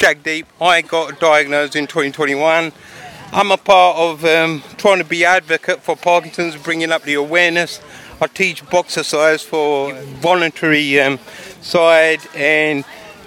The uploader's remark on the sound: join 300 people Walking For Parkinson’s at London's Battersea Park